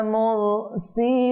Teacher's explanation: পুর হয় তো এখানে দেখেন পেশ আসছে মোটা হবে সিলিন ইয়ামাদ্দা ইয়ামাদ্দার পরবর্তী হরফের মধ্যে আরজি সাকিন আসছে এই জন্য এটা মাদ্দে আরিস বেশি করে টানবে